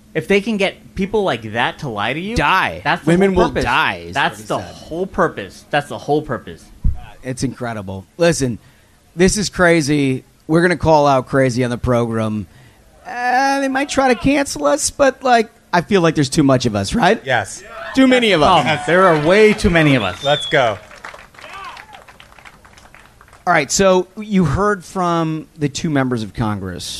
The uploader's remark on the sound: Spectacular Live from Minnesota.